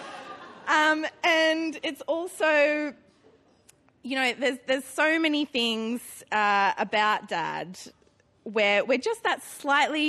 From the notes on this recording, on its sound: Now Hear This Storytelling Slam. Recorded at the Arthouse Hotel on May 29 2013.